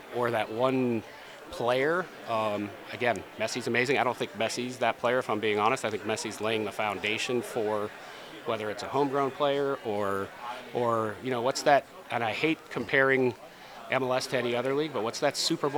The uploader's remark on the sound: Recorded live at Advertising Week New York 2023